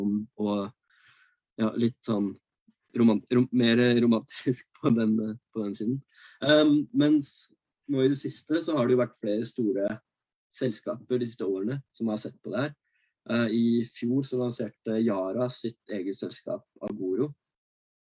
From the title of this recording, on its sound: Live Zoom